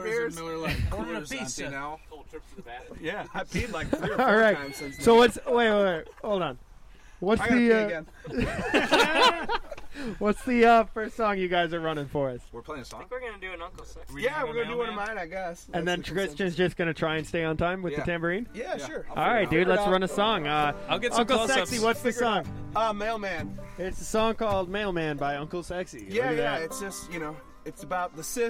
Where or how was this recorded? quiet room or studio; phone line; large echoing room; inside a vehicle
inside a vehicle